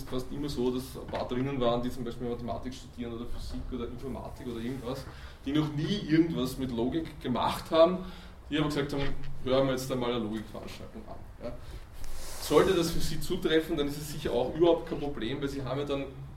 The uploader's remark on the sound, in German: Diese Vorlesung wurde von Studierenden aufgenommen